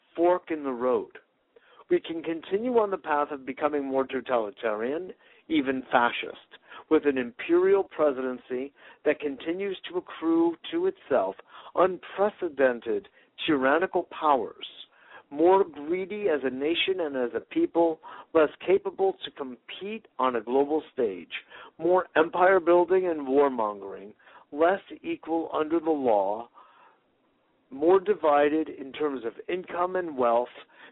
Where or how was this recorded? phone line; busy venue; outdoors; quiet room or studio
phone line